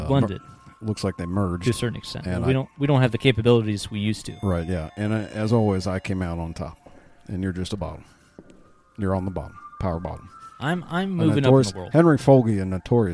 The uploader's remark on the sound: come to you live from Pistol Pete's Liquor Ranch